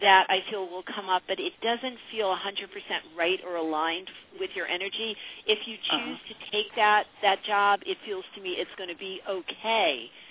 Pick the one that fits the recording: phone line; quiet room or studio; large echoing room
phone line